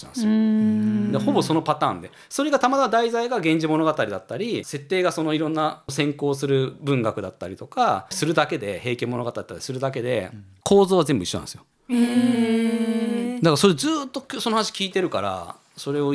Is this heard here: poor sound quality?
no